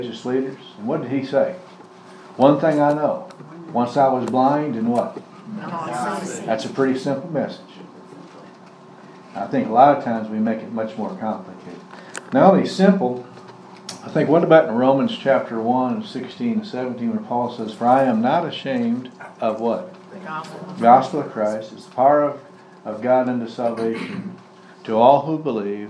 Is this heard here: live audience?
yes